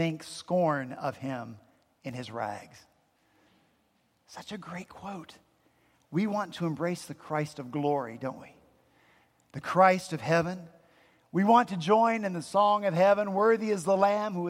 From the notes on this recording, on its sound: At Redeemer Presbyterian Church in Charleston, SC